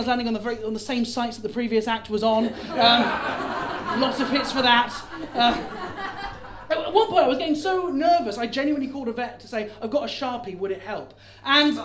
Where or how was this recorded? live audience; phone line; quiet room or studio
live audience